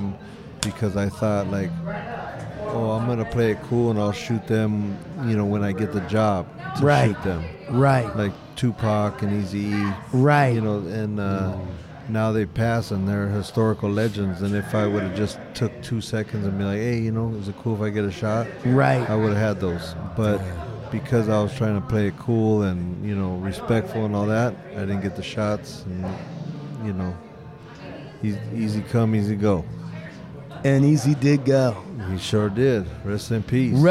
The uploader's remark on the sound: LIVE from the Art Show. Hard Luck Studios records live at the Regime Contemporary Art Gallery.